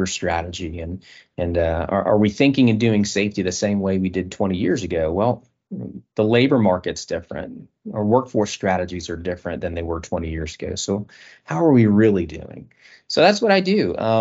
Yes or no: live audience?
no